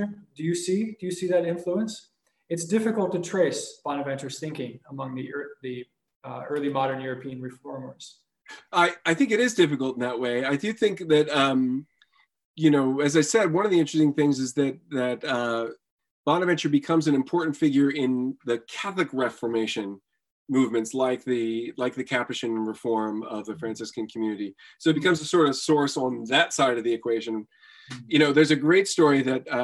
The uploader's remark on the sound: A webinar lecture. Part of a spring webinar series.